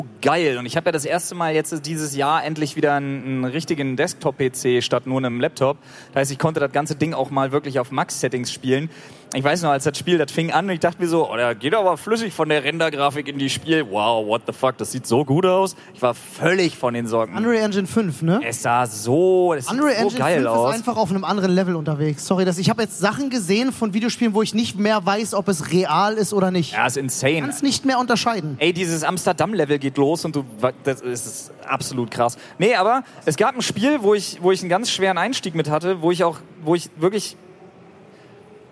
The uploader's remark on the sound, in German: Live von der Polaris in Hamburg